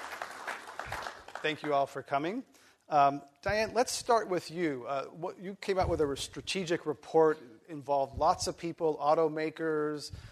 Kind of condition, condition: setting, live audience